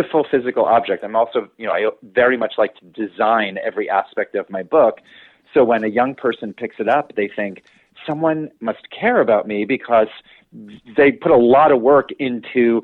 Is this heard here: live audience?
no